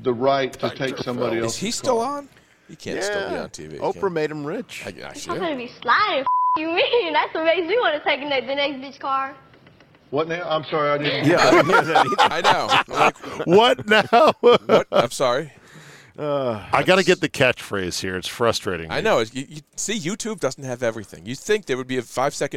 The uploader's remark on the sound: join me in the van to discuss